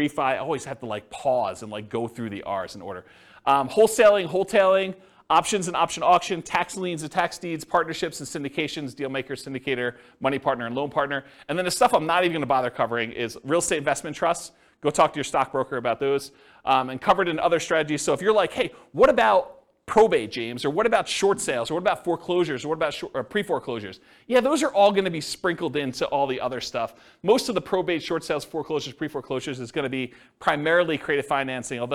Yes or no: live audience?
yes